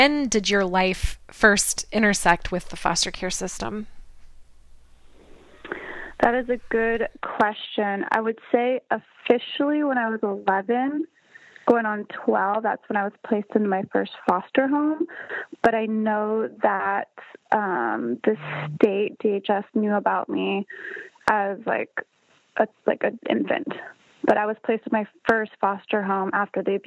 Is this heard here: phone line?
yes